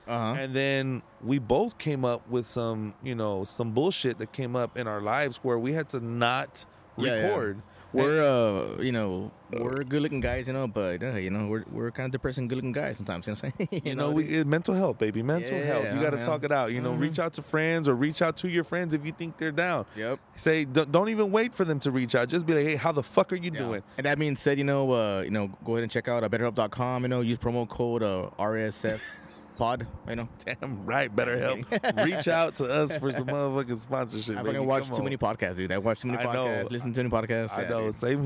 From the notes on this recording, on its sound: Live at the Landmark Arm Wrestling